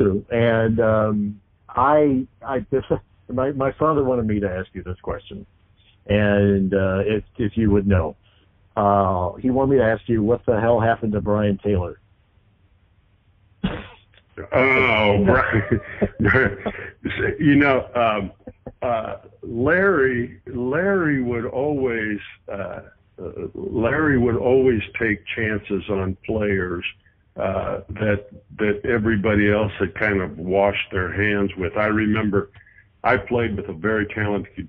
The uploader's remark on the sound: Conducted a phone interview. This interview is phone quality but we improved it as much as possible.